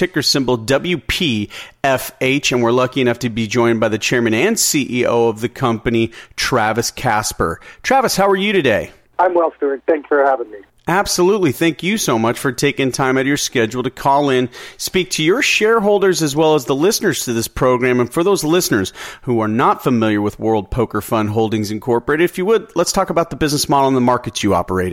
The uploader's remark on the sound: called in to SmallCapVoice.